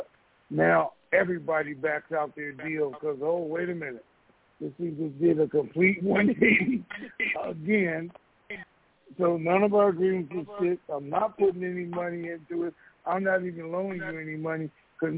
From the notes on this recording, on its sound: TNTSuperfantastic Conference Call